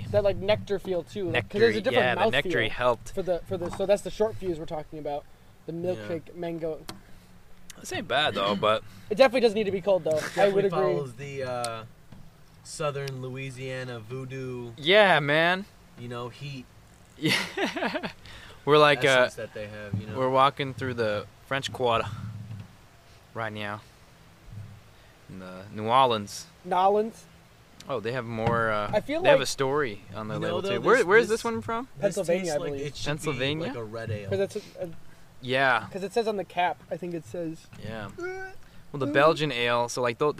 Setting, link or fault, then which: setting, outdoors